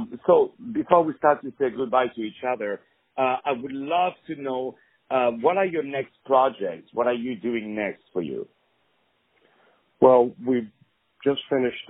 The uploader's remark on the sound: On the phone